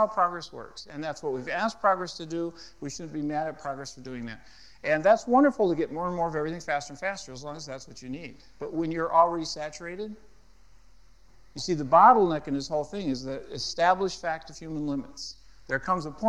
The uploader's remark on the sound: at a Marketplace Network Forum in Boston